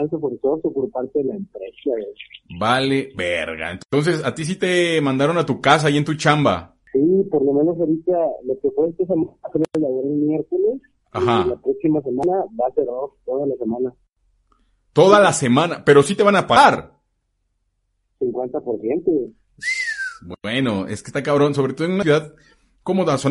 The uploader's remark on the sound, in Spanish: Audio correspondiente a la transmisión. Cotorreo, llamadas en vivo y muchas groserías.